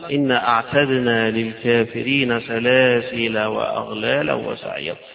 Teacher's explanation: باقي القراء هيحذفون التنوين في الوصل، يحذفوا التنوين في الوصل ويختلفوا فيه في الوقف.